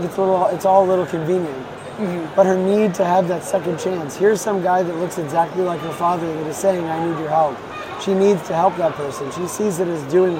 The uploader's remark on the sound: wanders the Javits Center during New York Comic Con 2023